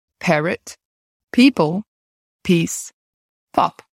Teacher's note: So this phoneme has what we call aspiration when it appears at the beginning of the word.